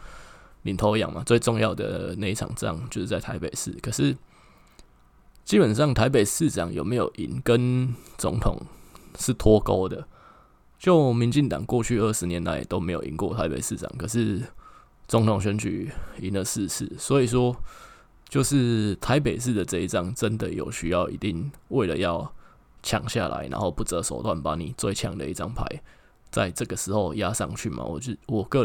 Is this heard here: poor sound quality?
no